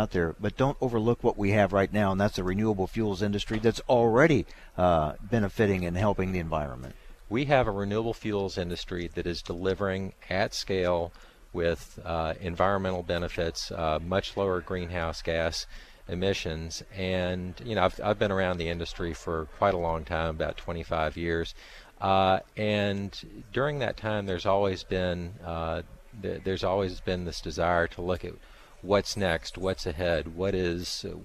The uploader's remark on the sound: from the National Ethanol Conference in Orlando